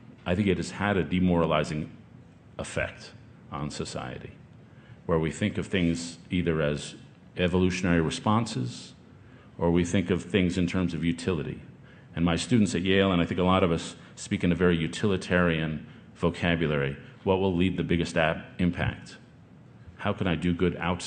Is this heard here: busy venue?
yes